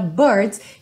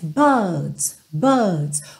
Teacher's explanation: eles não costumam enrolar a língua, e sim alongar um pouco o som dessa vogal anterior · Shown in: second take